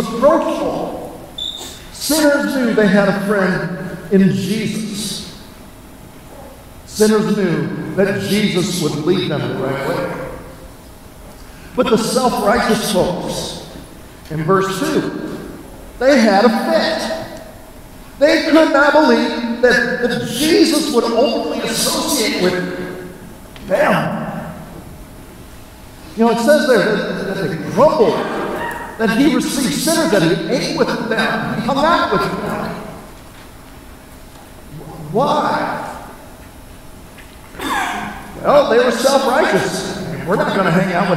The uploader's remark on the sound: We apologize for the poor sound quality.}.